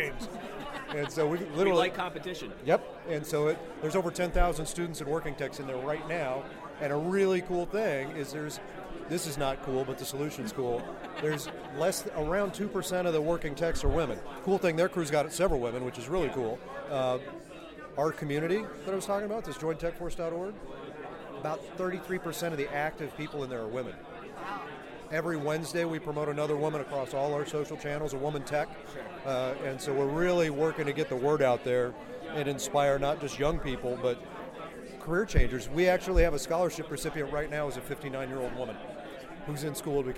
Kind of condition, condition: setting, busy venue